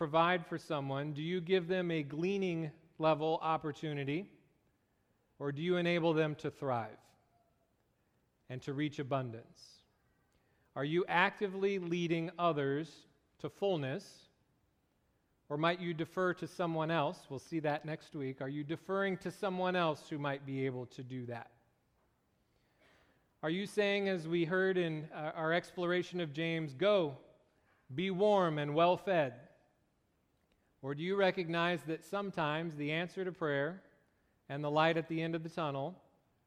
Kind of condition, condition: setting, large echoing room